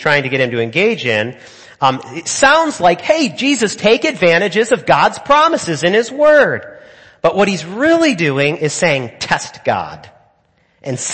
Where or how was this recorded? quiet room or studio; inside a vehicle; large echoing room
large echoing room